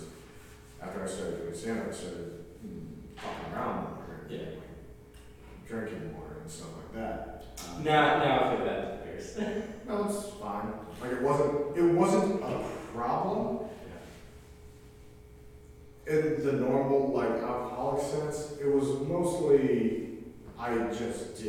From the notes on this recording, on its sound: In a live stream event for Omaha's Backline theater. This was filmed live in an empty theater during the quarantine and as such, the quality of the audio is not the same as it usually is and we apologize for that.